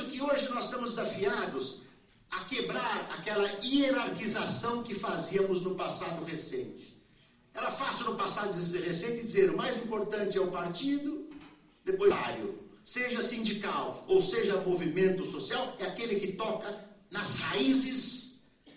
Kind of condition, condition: setting, live audience